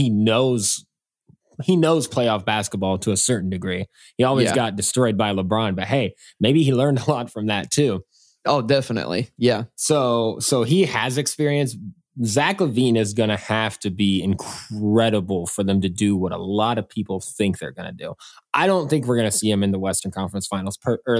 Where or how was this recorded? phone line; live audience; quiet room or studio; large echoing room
quiet room or studio